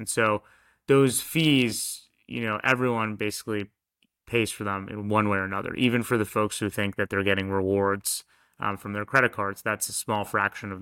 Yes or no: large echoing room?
no